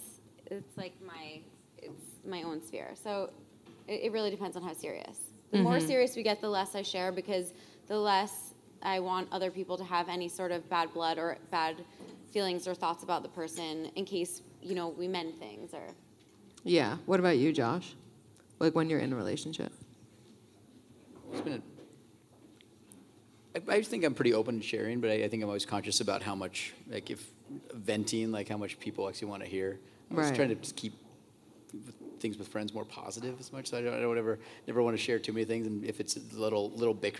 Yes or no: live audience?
yes